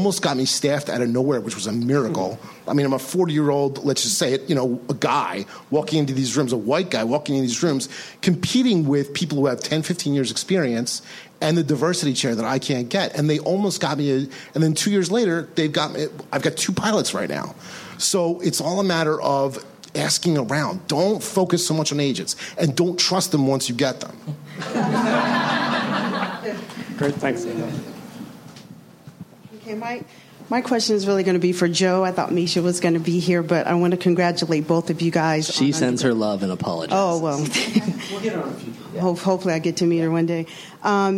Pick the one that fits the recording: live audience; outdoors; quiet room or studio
live audience